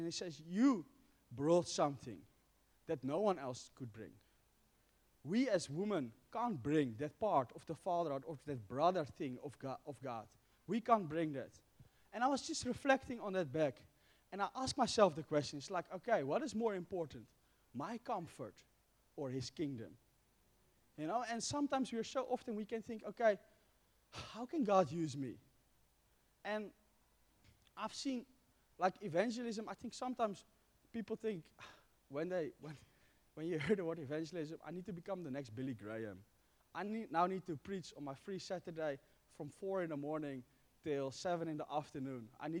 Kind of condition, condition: setting, large echoing room